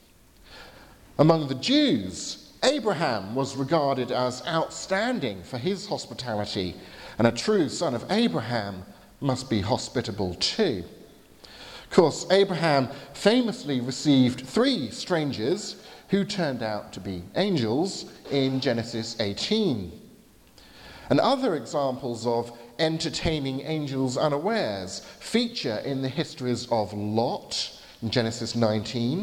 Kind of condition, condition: setting, large echoing room